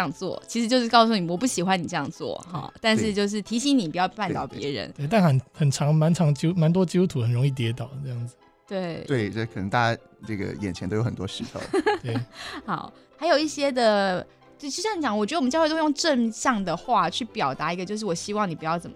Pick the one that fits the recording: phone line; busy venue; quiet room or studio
quiet room or studio